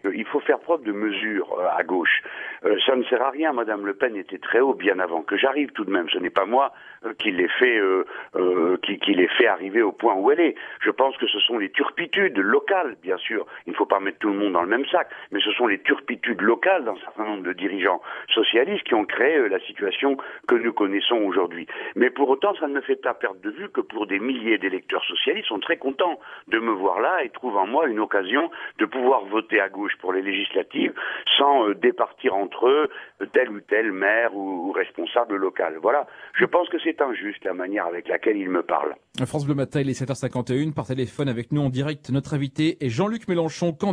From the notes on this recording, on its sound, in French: Il a r&#233;pondu par t&#233;l&#233;phone. Interview dans la matinale de France Bleu Nord. Il a répondu par téléphone.